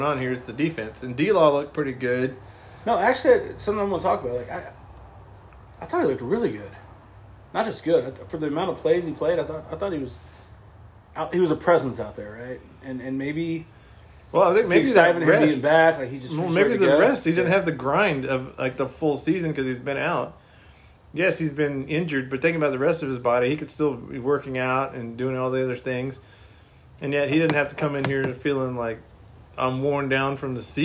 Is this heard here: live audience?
no